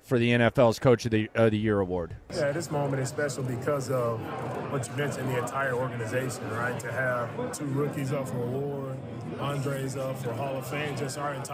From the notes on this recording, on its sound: Last Day In Las Vegas. Live from Radio Row.